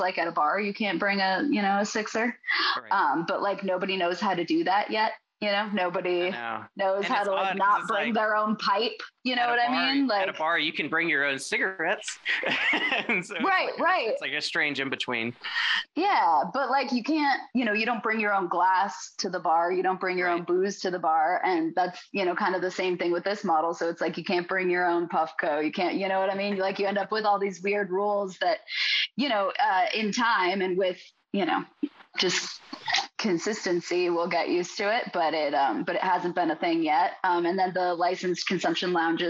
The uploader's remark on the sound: Due to some technical difficulties on the day of recording, this discussion was recorded on Zoom instead of our usual platform, resulting in some compromised audio quality.